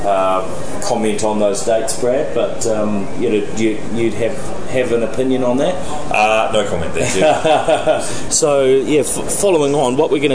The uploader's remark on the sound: Reports from day 3 at Microsoft’s Worldwide Partner Conference in L.A.